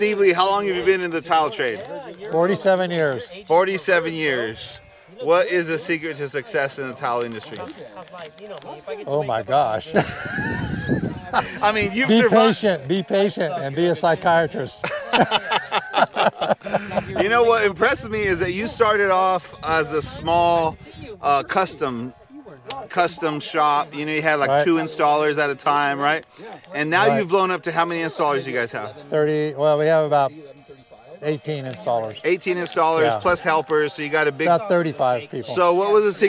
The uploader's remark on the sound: Both of these interviews were spontaneously recorded at San Diego Marble & Tile's annual Golf Tournament.